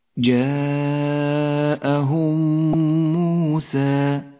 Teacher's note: نبدأ بالإدغام الشفوي المتماثل في قوله تعالى: فلما جاءهم موسى الميم الساكنة وبعدها الميم المتحركة تدغمان فتصيران ميما واحدة مشددة لونت بالأخضر لأنها تغن بمقدار حركتين.